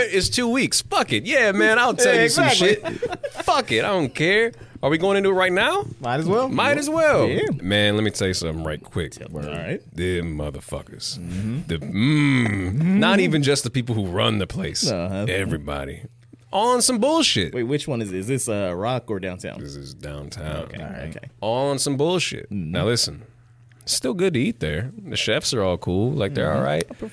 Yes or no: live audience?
no